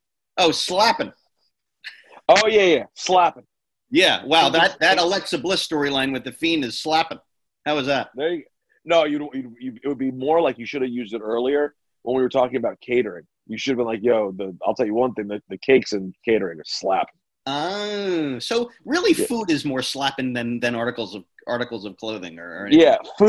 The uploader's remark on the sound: jump on a zoom